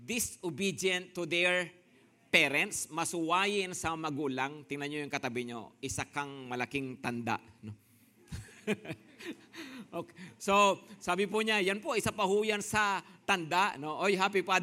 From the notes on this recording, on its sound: Preached last June 18, 2023 at Grace Testament Church's 10:00 AM Service.